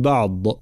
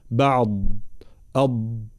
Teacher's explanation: الضاد ليس فيها همس، ليس فيها قلقلة، ولكن هي حرف فيه صفة الرخاوة، فيه صفة الاستطالة، فيه صفة الجهر. · Shown in: second take · فالانتباه، أي أن لابد أن نسمع صوت الضاد، فالإنسان إذا أراد أن يتخلص من الهمس أو القلقلة فلا يتخلص من صوت الضاد تماما.